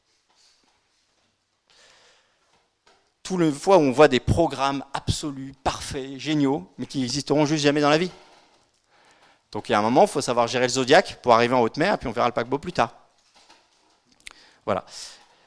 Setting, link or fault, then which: setting, live audience